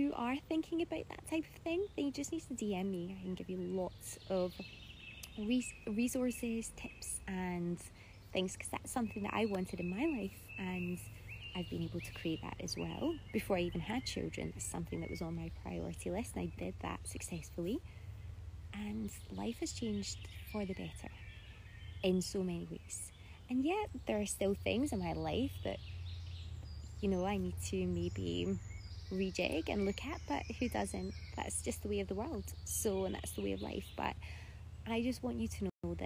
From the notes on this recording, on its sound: This episode was taken from an IG live